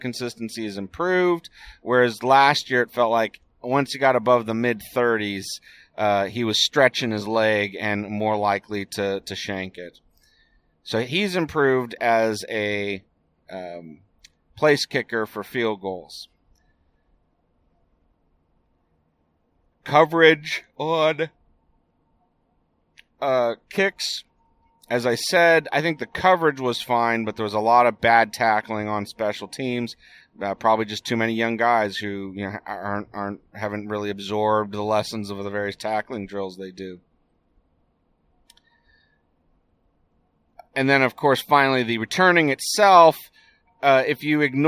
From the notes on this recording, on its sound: Here’s the one I recorded last night on the way home from the UC Davis game.